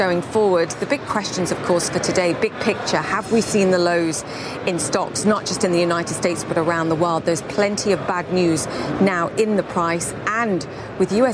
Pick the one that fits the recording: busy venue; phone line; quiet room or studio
busy venue